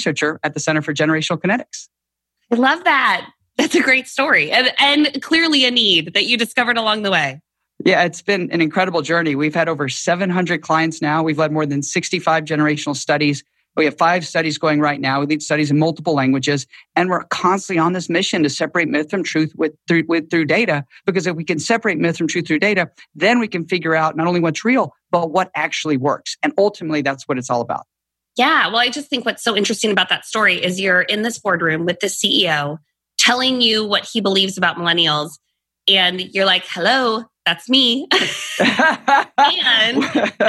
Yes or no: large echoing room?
no